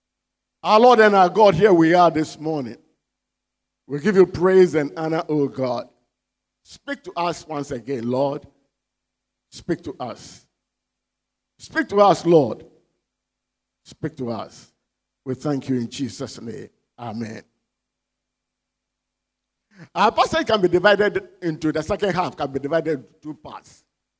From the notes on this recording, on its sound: Sermon preached at CBC Shiashie Campus